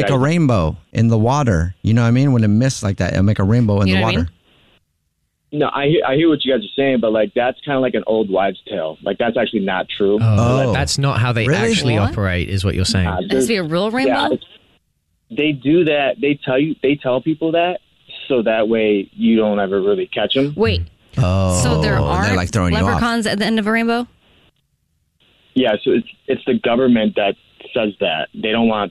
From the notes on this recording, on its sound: The women on the phone.